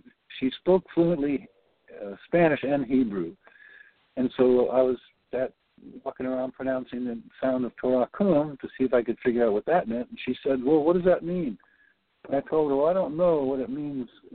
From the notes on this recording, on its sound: Report on the Global Peace Council Day8of8 via a recorded and auto-transcribed Conference Call patched into the podcast. The Conference Call will begin at 2:30pmEDT and continue for discussion after the 3-4pm podcast portion of the call is finished.